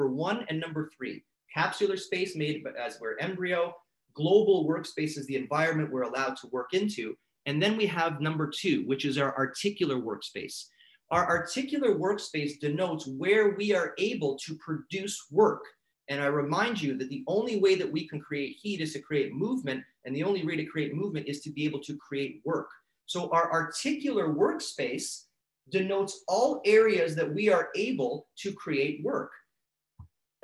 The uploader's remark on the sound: In this episode, I had the privilege of speaking at the Royal College of Chiropractic Sport Sciences of Canada (RCCSS) Move 2020 Virtual Conference